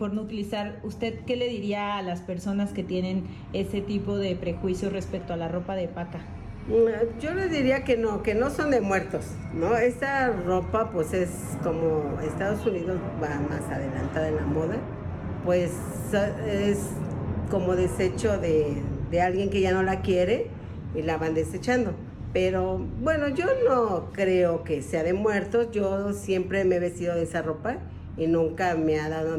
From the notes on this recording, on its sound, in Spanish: nos vamos al Cine Lido en la Condesa, donde está por empezar el festival ReelAbilities México